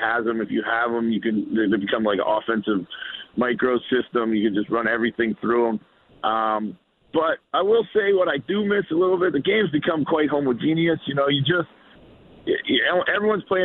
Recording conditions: phone line